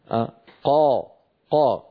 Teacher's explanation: الصوت قد استعلى إلى أعلى الفم ولكنه لم ينطبق